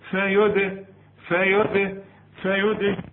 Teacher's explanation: بضرب لساني في حلق بقي ونزله بسرعة هتحصل القلقلة للدال. فيده فيده فيده.